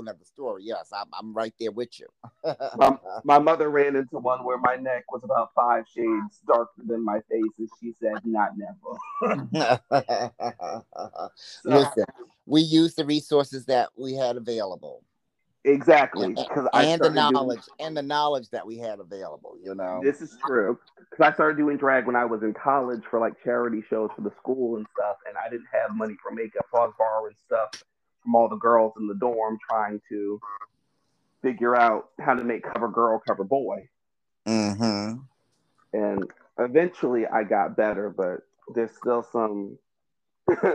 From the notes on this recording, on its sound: I want to apologize for the audio issues, I have had to learn a lot about editing this week.